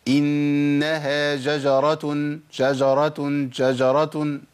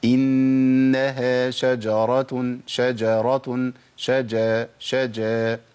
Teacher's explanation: اذا التقت الشين بجيم، يعني اجيب عليها حرف الجيم، اخد بالي ان انا، وده يمكن صعب شويه لكن في بعض الناس بيبقى في عنده تعنت في القراءه فيبدل الشين بجيم · Shown in: first take